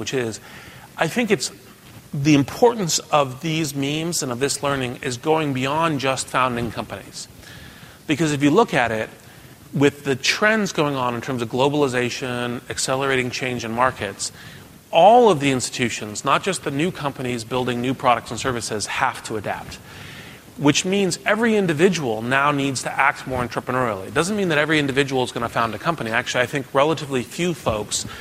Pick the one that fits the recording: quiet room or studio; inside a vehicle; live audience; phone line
live audience